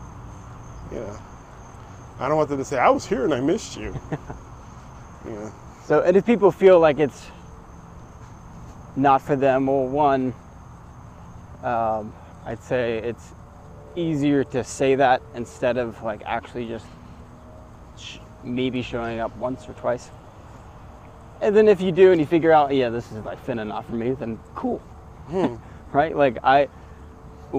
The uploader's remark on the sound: In this episode I have a walk and talk